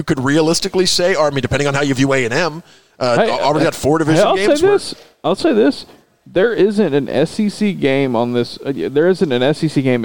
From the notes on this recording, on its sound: Record a podcast as the last people left on Radio Row at Media Days on Tuesday evening in Nashville. Before the SEC’s Internet connection kicks him out.